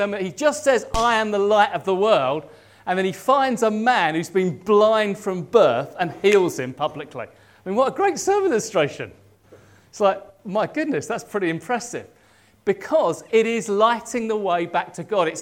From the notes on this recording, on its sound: At King's Church, Cockermouth, as an audio file.